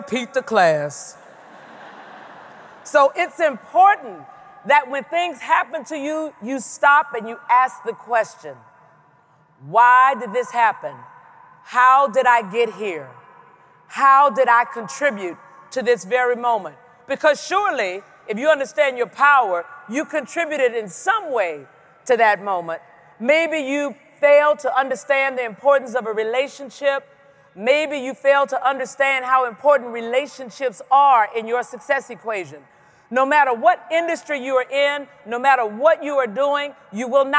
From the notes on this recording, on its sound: Speaks at the 2017 Pennsylvania Conference for Women